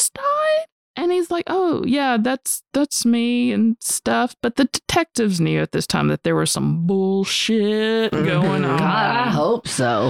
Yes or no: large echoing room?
no